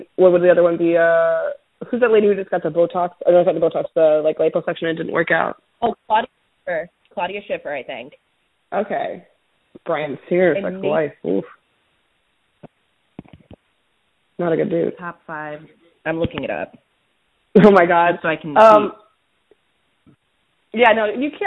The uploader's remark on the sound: We recorded over the phone!